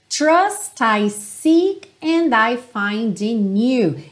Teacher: o T final do trust e o D do find estão bem marcadinhos mesmo